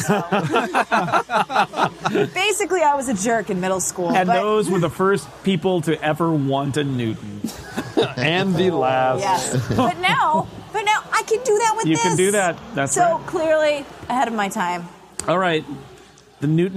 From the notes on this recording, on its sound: Live from Macworld/iWorld in San Francisco